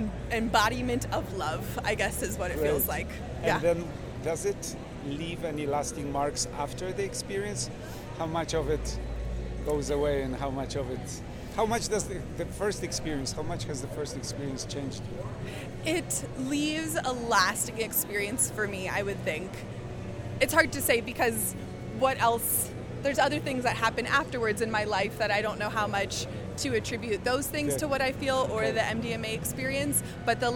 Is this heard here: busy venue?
yes